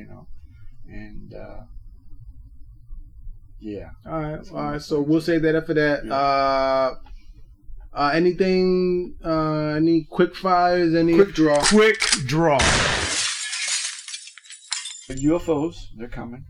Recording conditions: poor sound quality